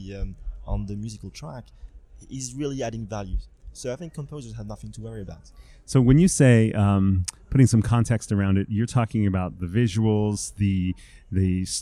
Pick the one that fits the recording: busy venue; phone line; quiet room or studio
busy venue